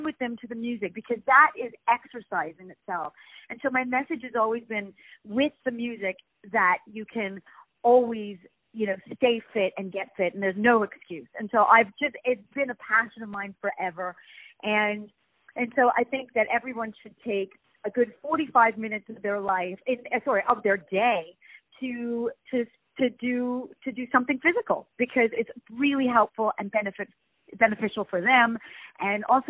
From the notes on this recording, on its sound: On the phone